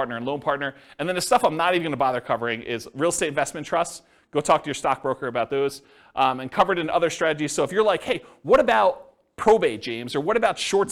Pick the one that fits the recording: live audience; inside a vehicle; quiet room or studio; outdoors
live audience